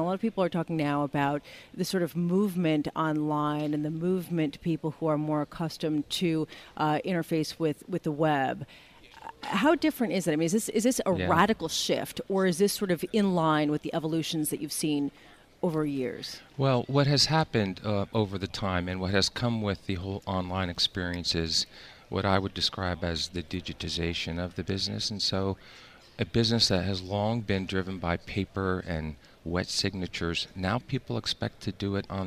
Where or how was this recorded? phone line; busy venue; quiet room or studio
busy venue